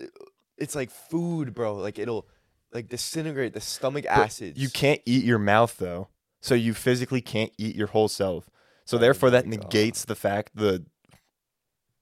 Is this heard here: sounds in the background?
no